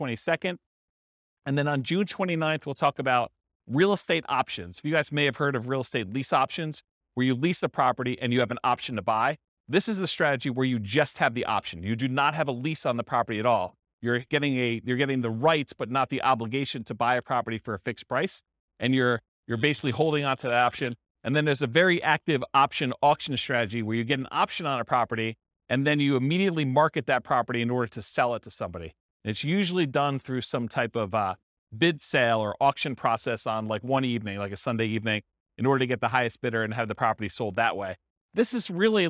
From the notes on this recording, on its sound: This was a live class recorded